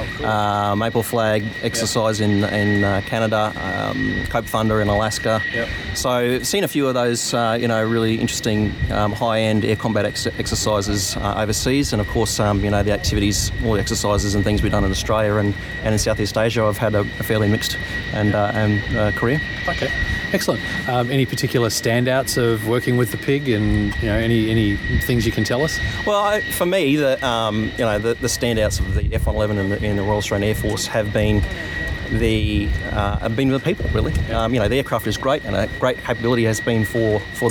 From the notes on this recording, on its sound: while attending the RAAF's F-111 Media Day at Amberley